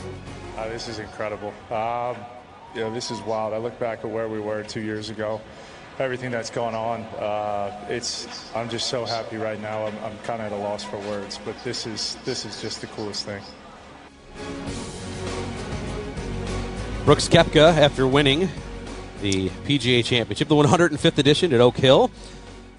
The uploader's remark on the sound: T2G Live From Lancaster Country Club